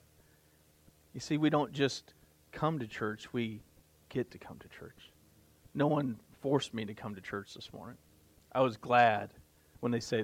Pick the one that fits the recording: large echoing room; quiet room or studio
large echoing room